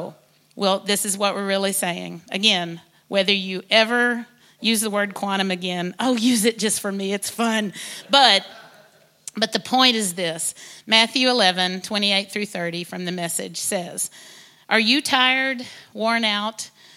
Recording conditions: large echoing room